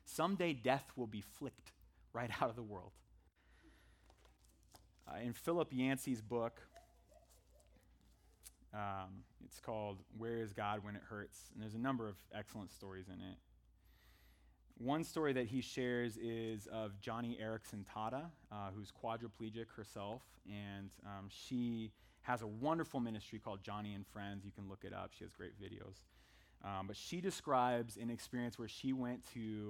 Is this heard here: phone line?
no